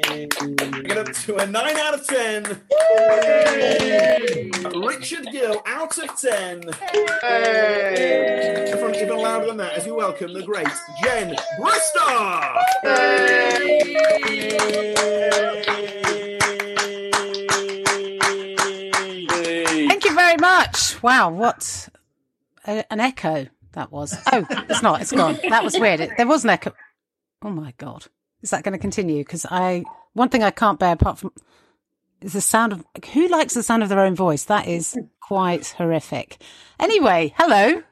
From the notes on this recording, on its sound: This episode was recorded live at Always Be Comedy.